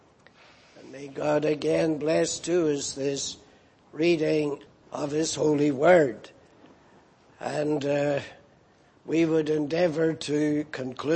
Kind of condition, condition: setting, large echoing room